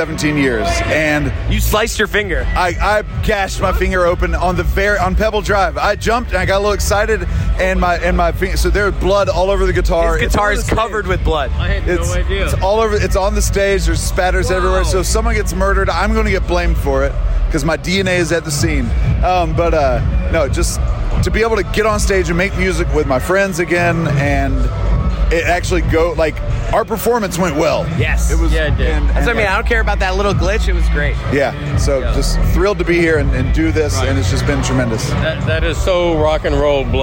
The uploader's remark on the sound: It’s our “Mas Miami Special” as we go live inside the Le Batard Show’s Mas Miami fans that drew thousands to Wynwood Marketplace Saturday night. We chat with several fans, stars from the show and surprise guests.